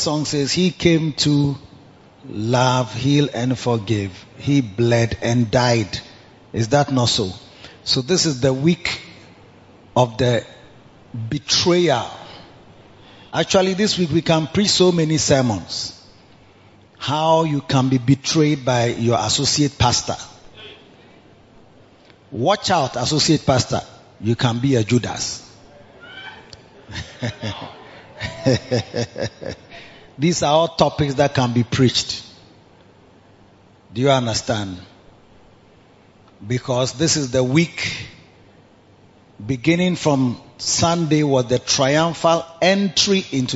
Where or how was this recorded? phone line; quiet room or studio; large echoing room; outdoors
large echoing room